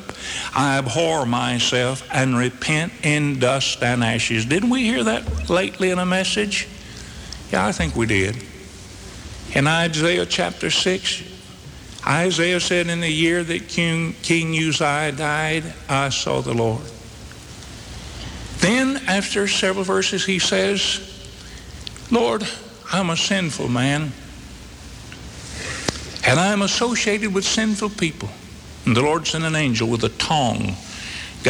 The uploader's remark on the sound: This sermon was originally preached on September 11, 1985 at the Northside Baptist Church in Charlotte, NC.